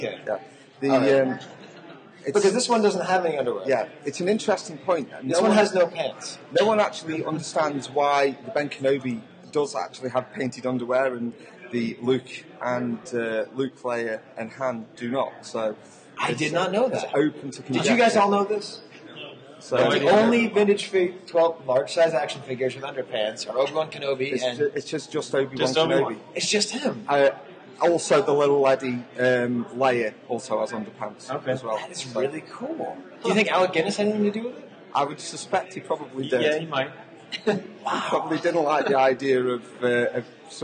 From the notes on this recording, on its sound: Recorded in front of a live studio audience on the first day of Celebration VI, this is part one of the 'Chive Cast Vintage Pod's Convention Double Mega Cast.